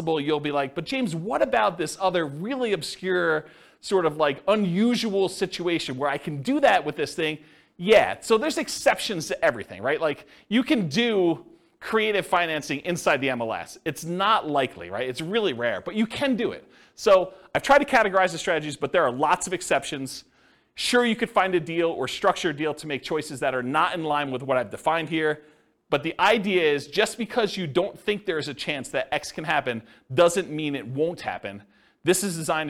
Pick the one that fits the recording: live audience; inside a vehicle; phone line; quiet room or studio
live audience